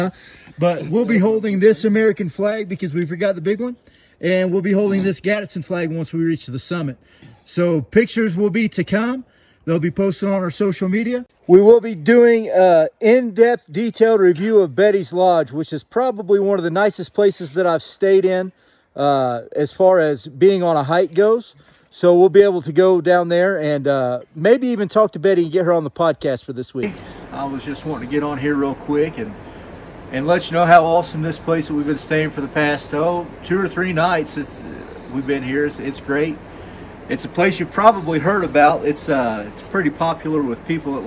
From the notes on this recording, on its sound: some soothing sounds of the waterfalls we were surrounded